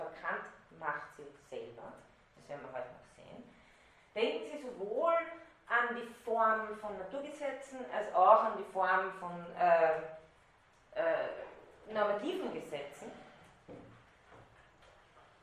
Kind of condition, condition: setting, large echoing room